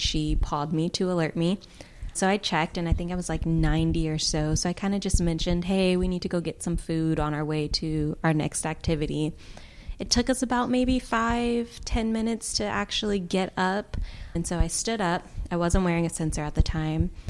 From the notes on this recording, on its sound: recorded live on World Diabetes Day at the Medtronic Diabetes headquarters in California.